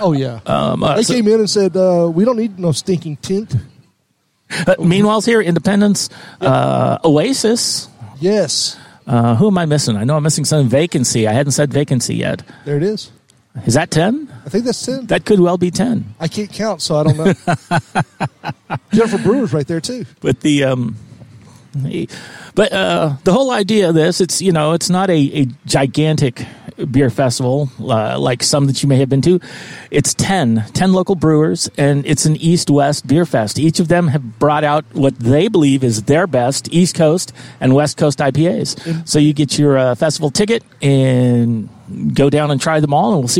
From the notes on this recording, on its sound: We go live at the Second Annual East West Beer Fest - an Austin-exclusive event where 10 local breweries bring their best east coast and west coast style IPAs.